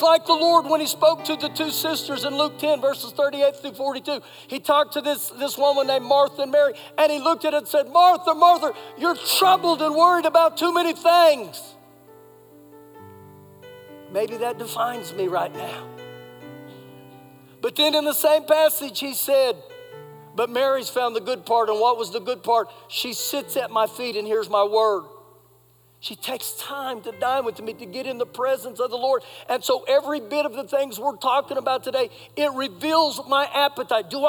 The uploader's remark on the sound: Recorded live during our Sunday service